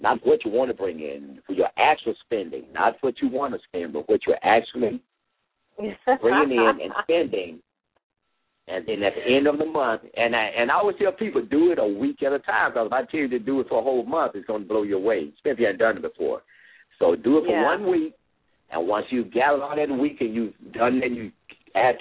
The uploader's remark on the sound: LML uses a progressive live call in format.